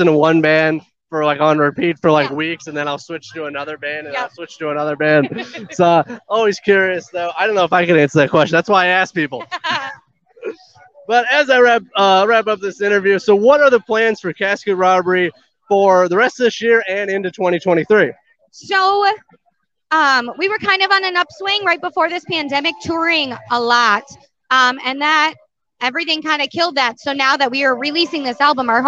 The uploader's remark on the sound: This interview was filmed live on location at Michigan Metal Fest in Battle Creek, Michigan on August 13th, 2022.